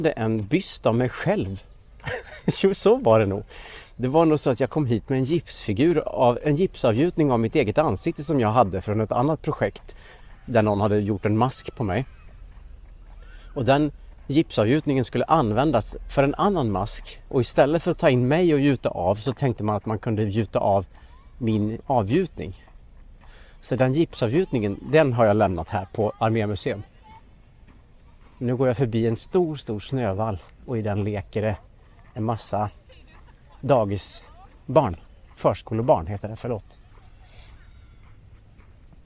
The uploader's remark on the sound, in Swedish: Detta är en personlig och avslappnad promenad genom Stockholms innerstad. Tillsammans med en del trafikljud. Inklusive Skeppsbron, Kungsträdgården och Strandvägen.